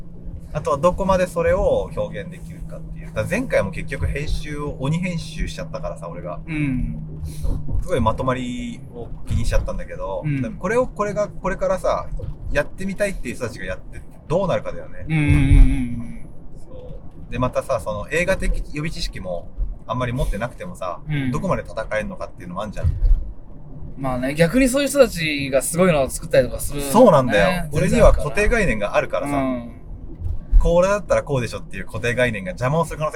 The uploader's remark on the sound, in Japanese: 動画撮影の現場に行って興奮した帰り道に撮ったポッドキャストです。